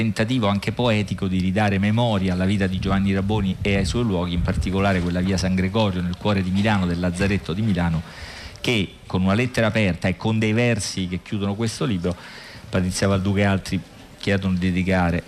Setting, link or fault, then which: setting, outdoors